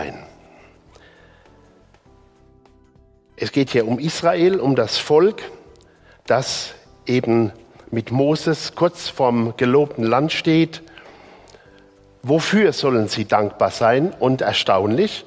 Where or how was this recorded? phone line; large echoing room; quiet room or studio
large echoing room